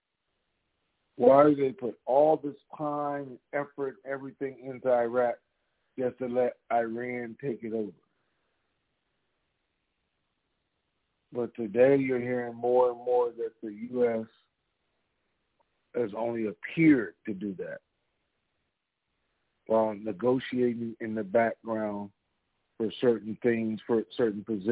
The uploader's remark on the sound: TNTSuperfantastic Conference Call.